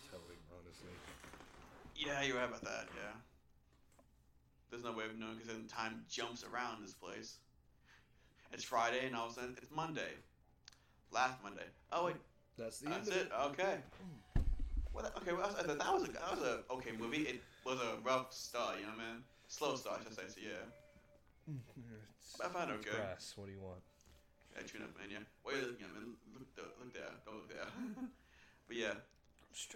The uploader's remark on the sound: Sorry for the audio, will be better in the next one, since we are getting a new mic soon.